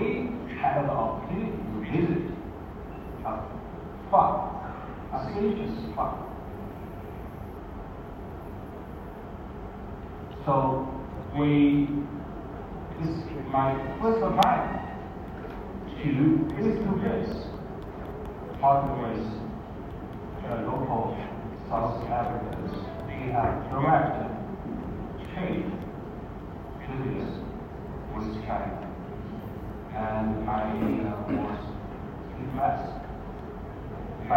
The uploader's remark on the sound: addressing the Zhejiang Jinhua-South Africa Trade & Investment Promotion Conference, held at the Gallagher Convention Centre on Wednesday, 20 September 2023.